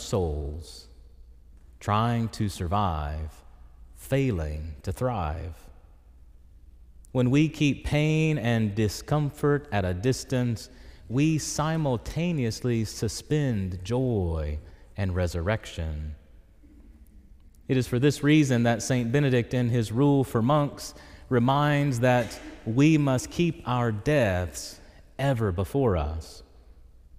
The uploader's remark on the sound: This homily was preached in Church of the Ascension, Knoxville, Tennessee